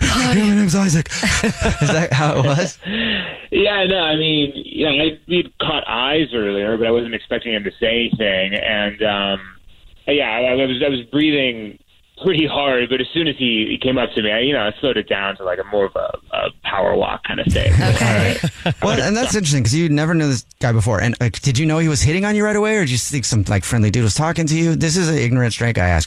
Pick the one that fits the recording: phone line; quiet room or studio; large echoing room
phone line